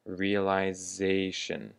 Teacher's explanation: And I would just like to point out that the emphasis on realization is not the same as on the word realize. The emphasis is on the syllable ze.